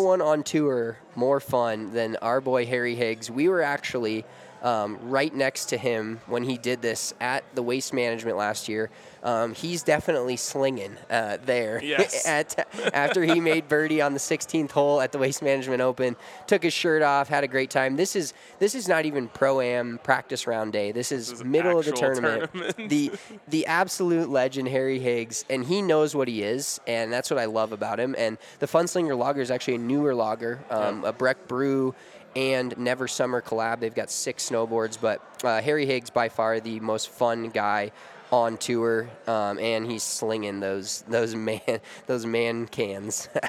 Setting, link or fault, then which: setting, busy venue